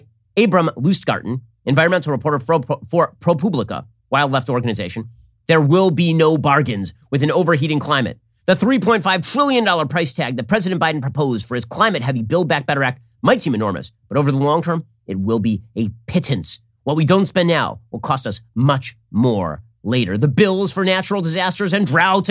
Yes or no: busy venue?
no